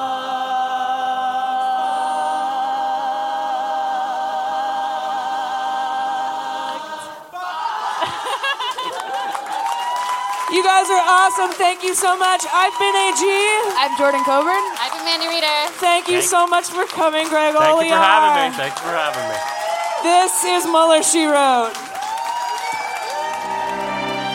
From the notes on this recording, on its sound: At our live show in Boston, MA.